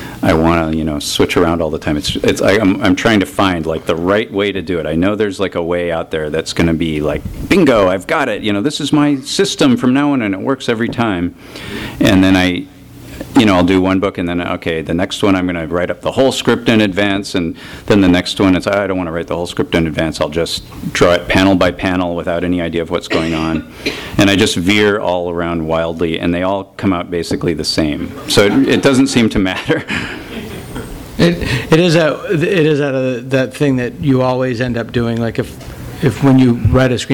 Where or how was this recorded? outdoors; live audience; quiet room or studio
live audience